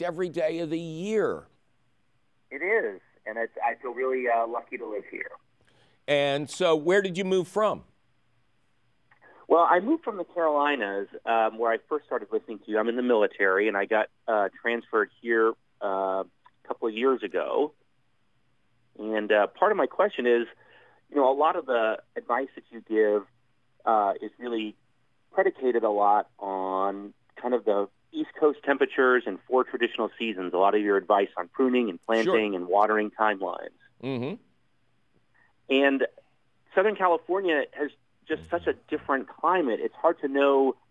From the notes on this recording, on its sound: Otherwise, its a fabulous phone call question show!